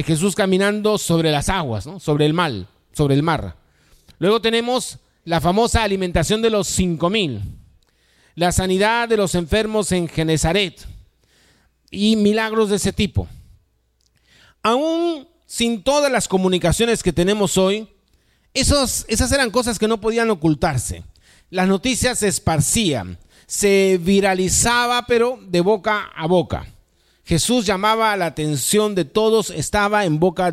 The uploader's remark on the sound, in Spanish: Este podcast es la retransmisión de la reunión de iCafe de cada domingo